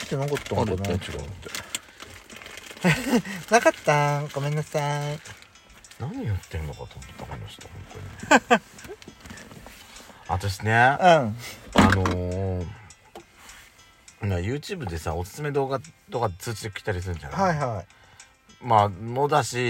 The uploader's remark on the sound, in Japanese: パーキング収録